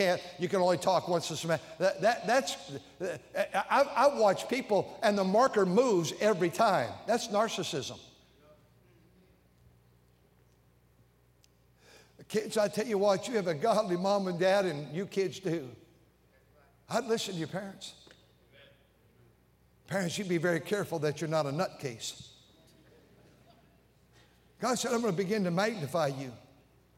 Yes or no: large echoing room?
yes